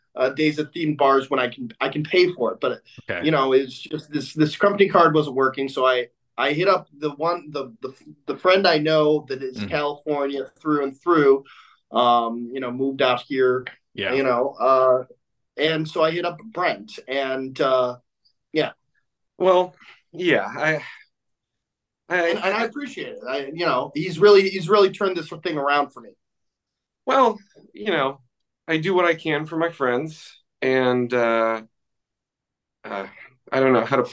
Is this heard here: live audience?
no